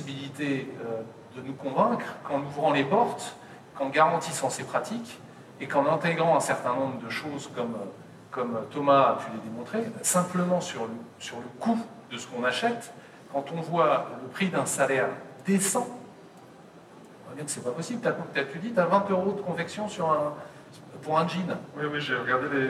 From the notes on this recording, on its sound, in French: La qualité du son, capté avec un téléphone, n’est pas optimale et nous vous prions de nous en excuser